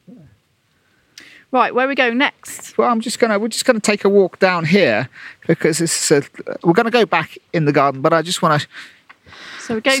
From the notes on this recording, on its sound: Wildlife gardening at Great Dixter. As we walk around the gardens.